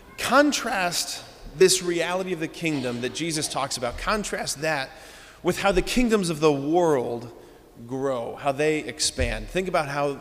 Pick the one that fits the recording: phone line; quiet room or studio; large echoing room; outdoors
large echoing room